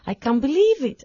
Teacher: Cuando ellos dicen una frase como no me lo creo, lo hacen con un registro mucho más extenso.